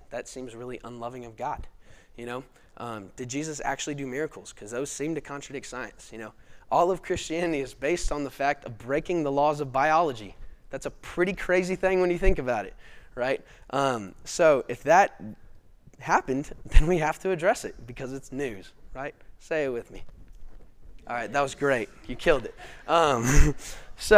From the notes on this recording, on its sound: This video is from our 2021 Fall lecture series responding to Gospel Objections.